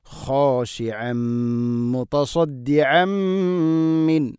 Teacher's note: ഐന് തൊണ്ടയുടെ മധ്യഭാഗമാണ് മഖ്റജ്, അതുകൊണ്ട് വളരെ ശ്രദ്ധിച്ചുകൊണ്ട് ഉച്ചരിക്കണം.